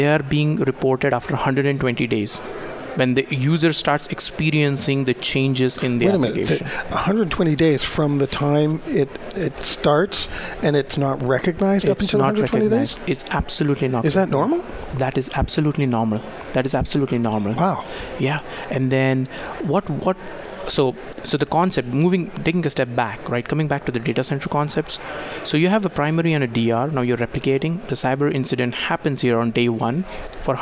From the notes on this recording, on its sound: Broadcasting live from DRJ 2018 in Phoenix Arizona